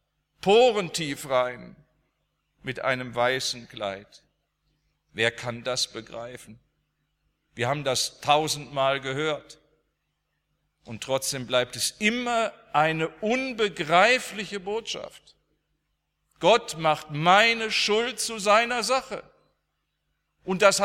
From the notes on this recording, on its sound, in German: aus dem Gottesdienst der Liebenzeller Mission